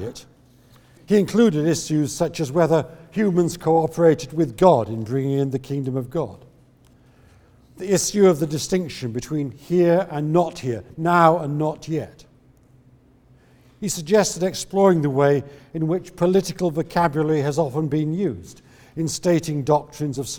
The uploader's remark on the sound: The David Nicholls Memorial Lecture 2016, Regent’s Park College, Oxford, 10th October 2016